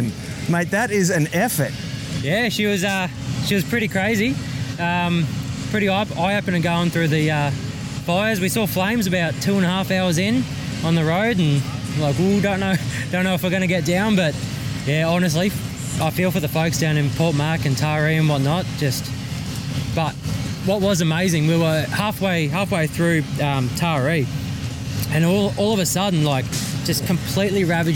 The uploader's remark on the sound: LIVE at the Kangaroo Valley Craft Beer & BBQ Festival